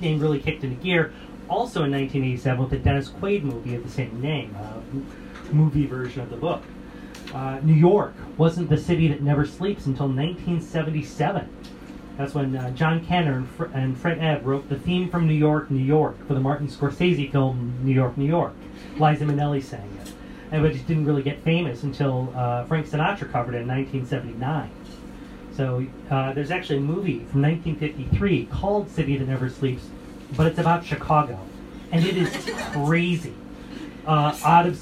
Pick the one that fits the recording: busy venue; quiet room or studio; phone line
busy venue